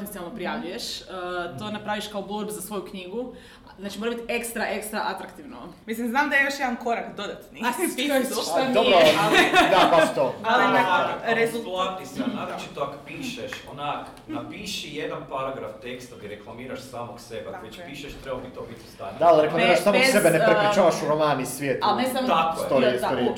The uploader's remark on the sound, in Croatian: Mora FM na terenu! Ovu bonus epizodu snimali smo uživo s publikom na SFeraKonu.